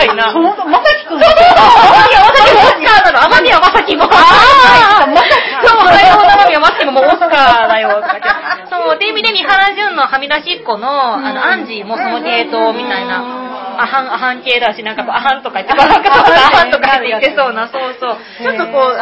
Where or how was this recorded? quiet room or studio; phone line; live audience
live audience